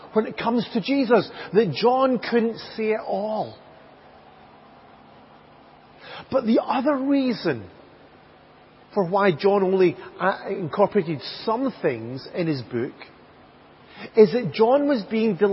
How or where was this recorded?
large echoing room